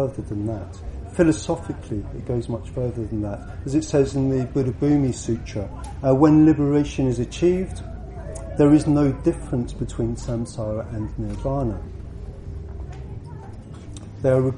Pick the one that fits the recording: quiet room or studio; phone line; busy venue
busy venue